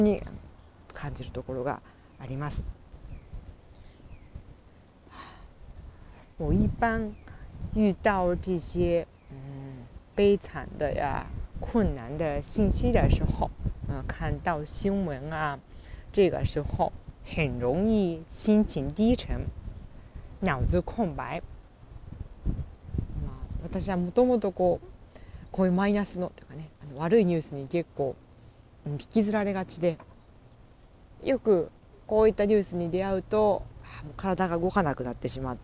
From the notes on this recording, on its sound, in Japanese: 無編集。ため息、雑音多め、なにとぞお許しください！